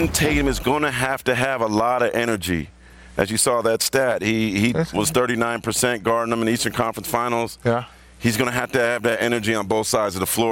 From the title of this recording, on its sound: Live from the NBA Draft Lottery